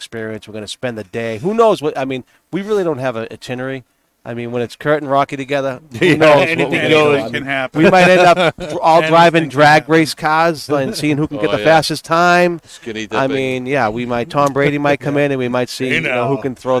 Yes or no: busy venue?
yes